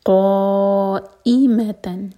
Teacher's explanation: ق مد متصل ہے چار حرکہ لمبا اور ای کٹ آف ساؤنڈ کے ساتھ.